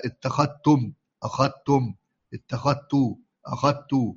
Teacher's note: وكذلك يدغم الذال في التاء سواء أخذت واتخذت، سواء بالإفراد أو الجمع، يعني أخذت أو اتخذت، واتخذتم أو اتخذتم، كلها يدغم الذال في التاء، يقول: اتخذتم، أخذتم، اتخذت، أخذت، ها، وما تصرف منها يعني.